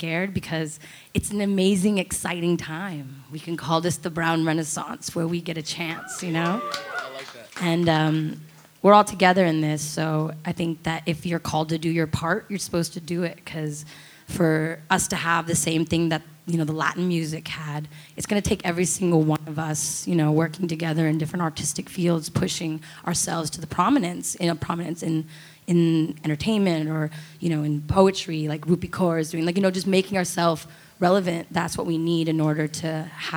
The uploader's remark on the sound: put together a live buttery experience with their friends and family